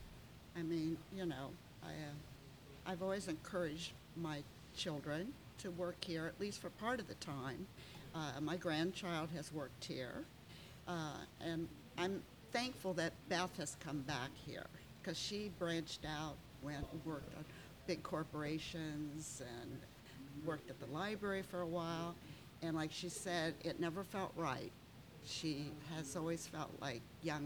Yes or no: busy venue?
yes